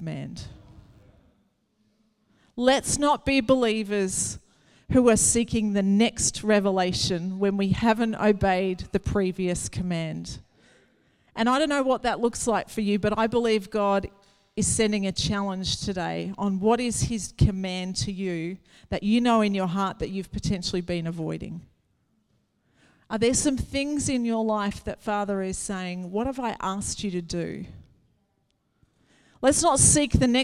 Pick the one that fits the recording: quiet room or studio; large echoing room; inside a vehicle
large echoing room